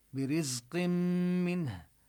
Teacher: برزق منه، وهنا نبين الصفير في حرف الزاي، وحكم التنوين هنا برزق منه الإدغام، تدغم النون التي في التنوين بالميم، لذلك شددوا الميم